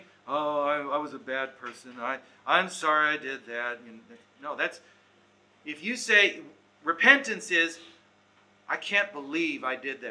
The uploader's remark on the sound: Recorded Live/Seminar